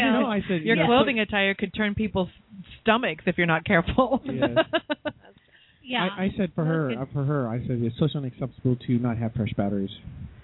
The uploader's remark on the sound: calling in from DC